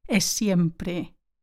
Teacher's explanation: with a long s rather than two separate sounds · Term: run words together